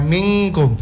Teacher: Minkum itu hukumnya ikhfa. Ikhfa itu minimal dua harokat. Boleh mushba sampai enam harokat.